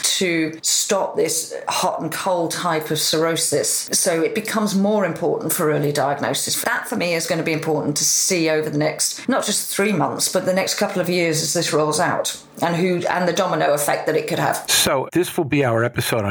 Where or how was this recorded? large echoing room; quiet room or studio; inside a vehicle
quiet room or studio